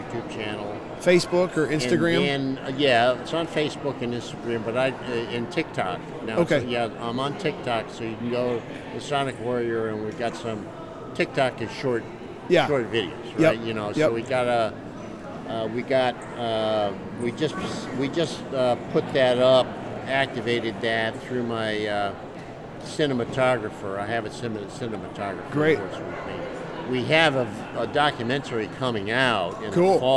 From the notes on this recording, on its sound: LIVE from CPE 2022!